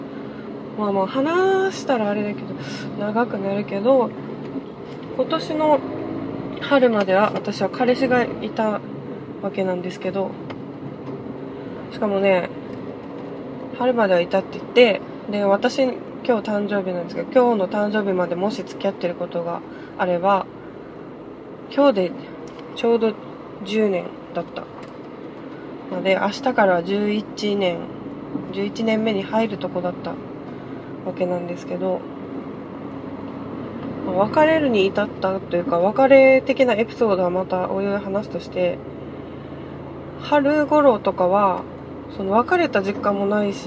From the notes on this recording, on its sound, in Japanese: 初めての収録、、、車の中で録音したのでところどころうるさいです。